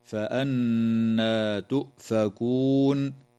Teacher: النون في كلمة فأنى مشددة، فحكمها الغنة بمقدار حركتين